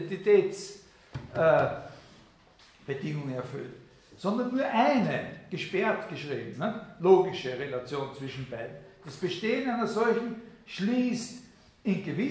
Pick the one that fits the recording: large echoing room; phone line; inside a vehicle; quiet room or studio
large echoing room